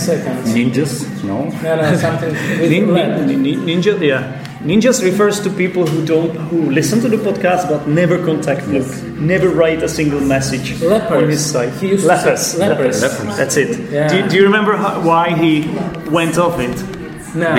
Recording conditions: live audience